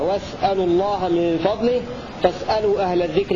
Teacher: وقرأ الباقون بسكون السين وإبقاء الهمزة وحركاتها هكذا، واسألوا الله من فضله فاسألوا أهل الذكر إن كنتم لا